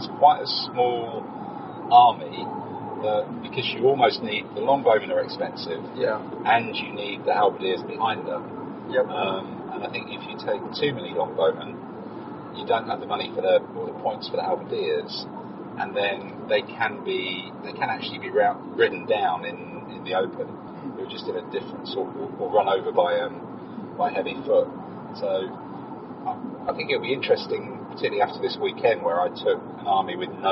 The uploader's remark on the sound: This episode was recorded quite literally on the road, using an iPhone 5 microphone - the audio is still pretty decent though, so don't be afraid!